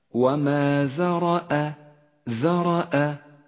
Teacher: والآن تفخيم الراء في كلمة وما ذرأ، وما ذرأ، فخم الراء ورقق الهمزة. الراء تفخم لأنها مفتوحة ولذلك لونت بالأزرق الغامق، والهمزة حرف مرقق دائما، اقرأ هكذا وما ذرأ ذرأ.